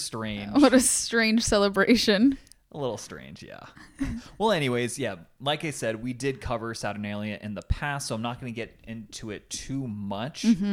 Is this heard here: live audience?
no